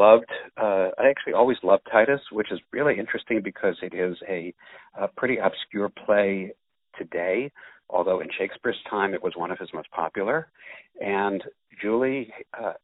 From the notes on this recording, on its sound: On the phone